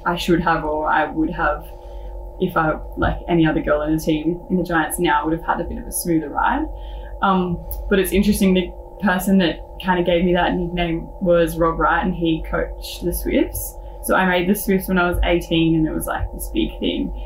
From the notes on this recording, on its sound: Just wanted to warn you so you don't think it's something in your headphones!